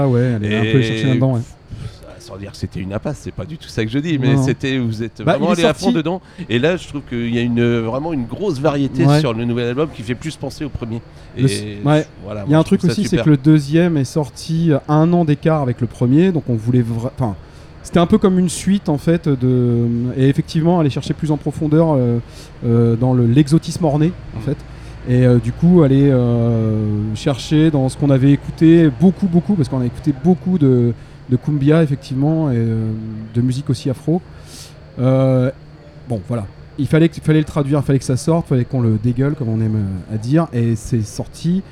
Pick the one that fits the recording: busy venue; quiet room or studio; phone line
busy venue